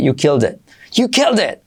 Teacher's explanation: Esa T casi no se dice